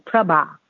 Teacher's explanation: Pra with the short syllable and Ba with the long syllable